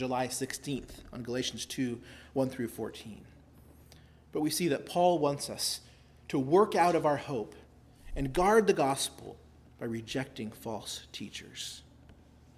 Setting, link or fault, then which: setting, large echoing room